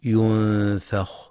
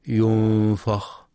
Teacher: وينتبه لترقيق الفاء في كلمة ينفخ · Shown in: first take · فلا يقرأ ينفخ بتفخيم الفاء.